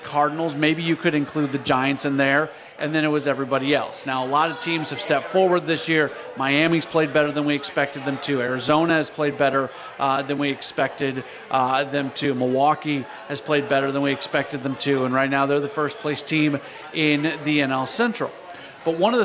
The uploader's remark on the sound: broadcast live from Hot Shots in Arnold, MO as part of the Michelob Ultra City Caravan